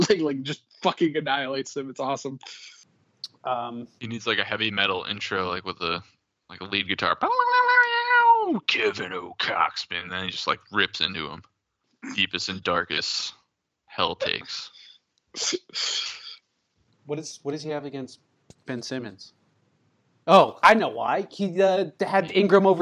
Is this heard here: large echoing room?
no